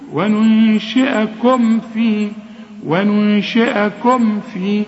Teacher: نطلع الميم ساكنة ونقفل فيها الشفايف